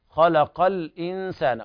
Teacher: أما باقي القراء ومنهم حفص يقرؤون بتحقيق اللام، اقرأ باسم ربك الذي خلق، خلق الإنسان، وهنا اللام لام قمرية حكمها الإظهار